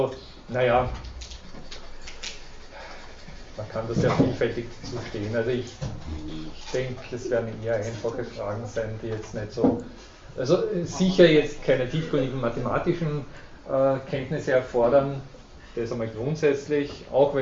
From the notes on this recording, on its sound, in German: Diese Vorlesung wurde von Studierenden aufgenommen